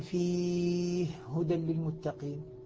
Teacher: يعني لما أقول فيه هدى للمتقين، الهاء مع الهاء أصلا فيه، الهاء أصلا متحركة، فلكن لما أدغمنا إدغاما كبيرا أصبحت الهاءان هاء واحدة مشددة وأول المشددين ساكن